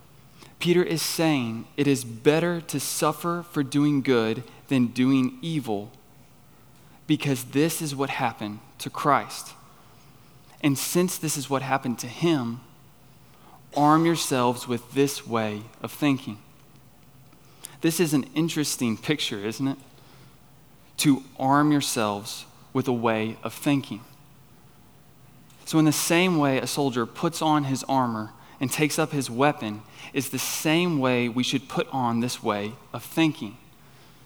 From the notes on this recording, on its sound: on the evening of September 3, 2023, at Chaffee Crossing Baptist Church in Barling, AR.